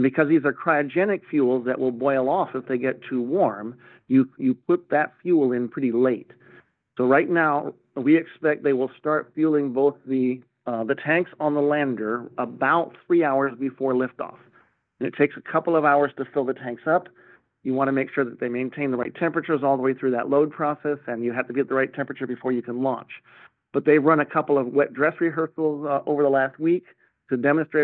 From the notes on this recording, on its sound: NASA NOVA-C Moon Lander Update - Teleconference. NASA held a virtual, audio-only media teleconference.